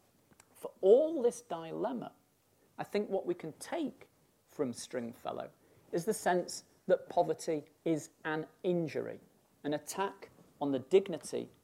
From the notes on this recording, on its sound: Birkbeck Inaugural Lecture